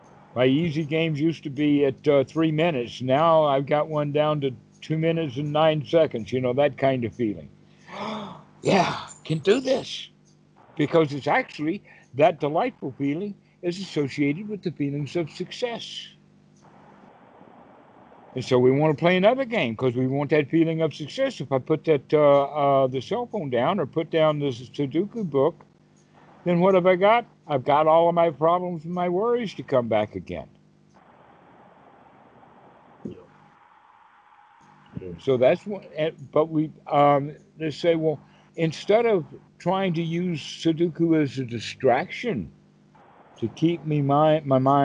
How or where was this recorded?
video call